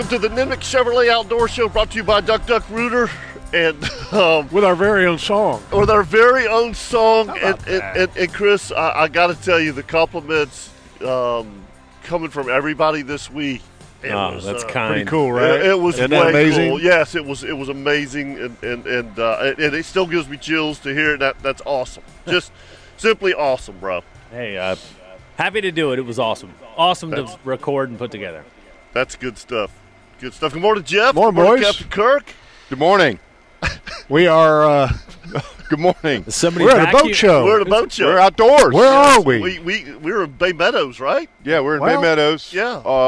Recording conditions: busy venue